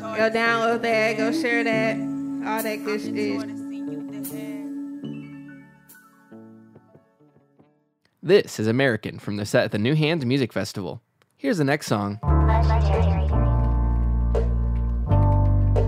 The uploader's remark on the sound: Perform at the New Hands Music festival at Healer. Perform at the New Hands Music festival at Healer.